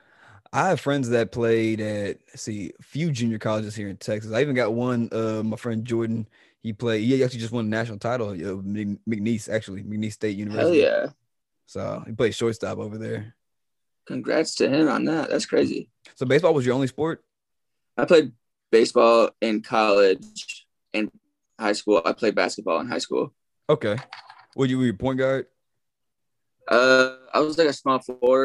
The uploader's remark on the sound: First Zoom Podcast